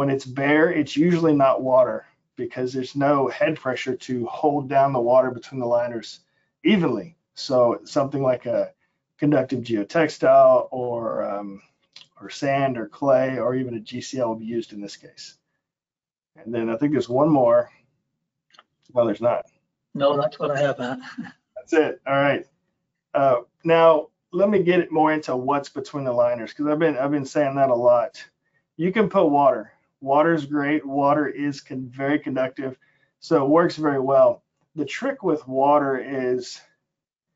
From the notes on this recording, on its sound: FGI Webinar. This is an audio version of the webinar.